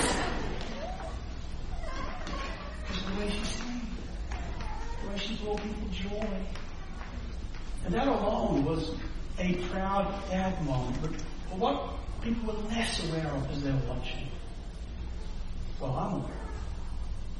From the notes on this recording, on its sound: Sermon recording from Sunday 7 May 2023